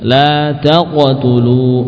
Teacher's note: qaf dari pangkal lidah.